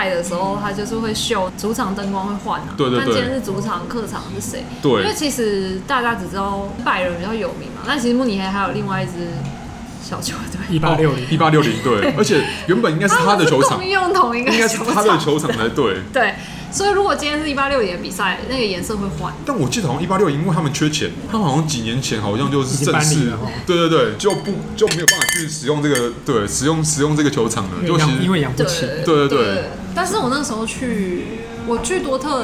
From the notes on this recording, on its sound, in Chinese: 本集白噪音指數：微風級 2/5。錄音地點： 點亮咖啡。